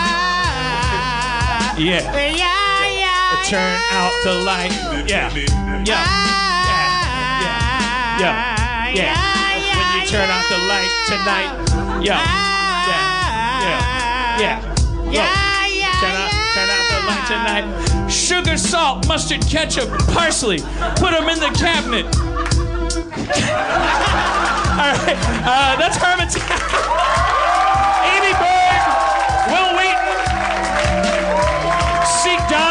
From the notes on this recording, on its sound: an over zealous fan brings hot sauce to the stage